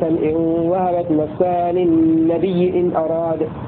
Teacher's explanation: فقرأ بإبدال الهمز ياء في الوصل دون الوقف